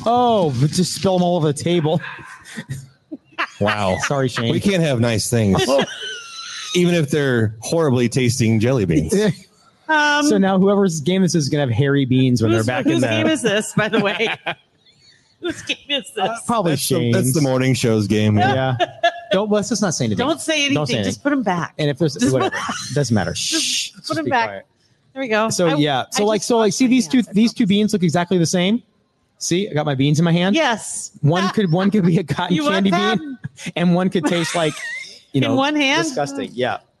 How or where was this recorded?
busy venue